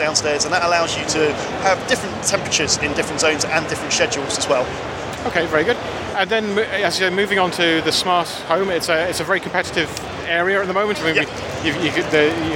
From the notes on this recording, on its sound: In the third of my smart home interviews from Gadget Show Live.